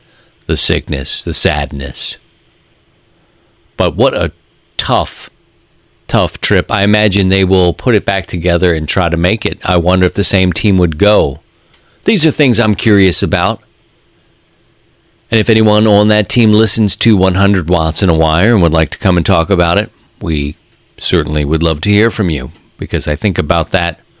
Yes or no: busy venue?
no